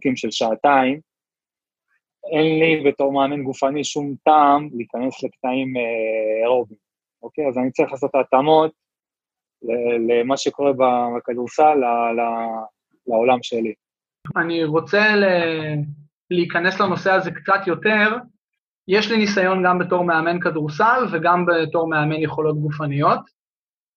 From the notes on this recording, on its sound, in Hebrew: הפרק הוקלט בזום בעקבות אתגרי הקורונה